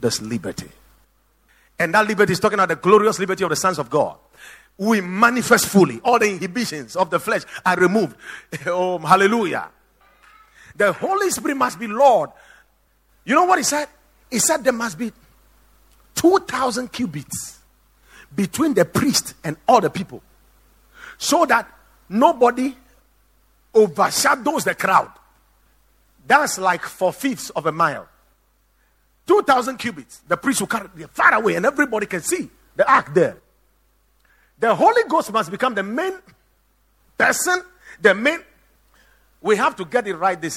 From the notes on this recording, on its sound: Preached at The Watered Garden Church